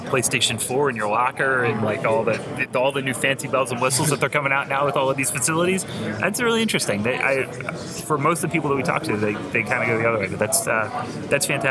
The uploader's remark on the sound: recorded live at AAC Media Days.